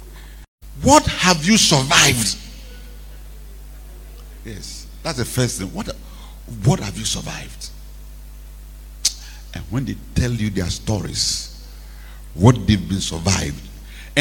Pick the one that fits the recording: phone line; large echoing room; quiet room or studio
large echoing room